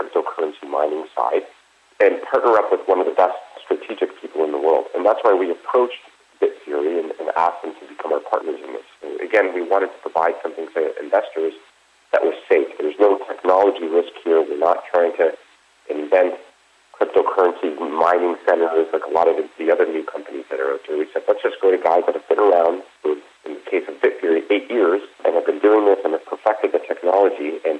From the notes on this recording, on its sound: called in to SmallcapVoice.